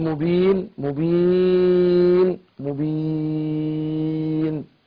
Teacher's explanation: الحرف اللي قبل الموقوف عليه حرف مد فهنا في اتساع ان انا امد · Term: العرض للسكون